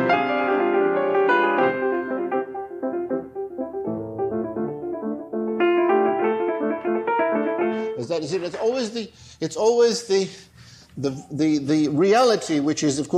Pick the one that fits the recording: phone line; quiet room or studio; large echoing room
large echoing room